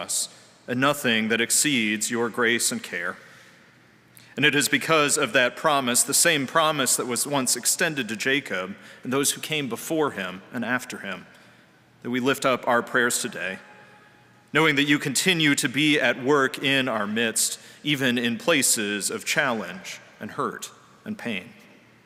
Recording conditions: large echoing room